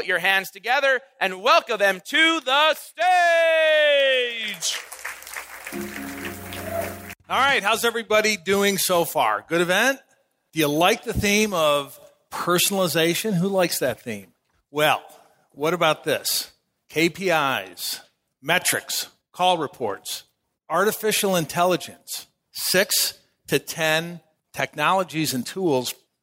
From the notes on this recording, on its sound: Three phenomenal guest speakers gave a fast-fire panel from our #FlipMyFunnel Conference , and we have it all right here. Three phenomenal guest speakers gave a fast-fire panel from our #FlipMyFunnel Conference , and we have it all right here.